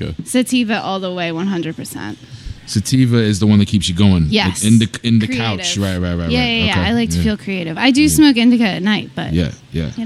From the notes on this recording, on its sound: We were set up to record on the third floor at The Raven Lounge on Sansom Street. Our guest never showed.